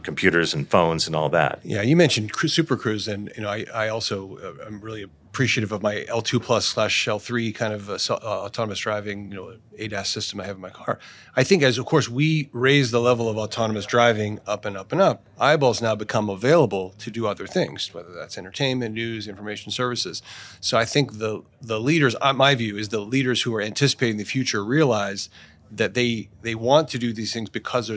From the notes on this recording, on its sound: Filmed live at CES2024.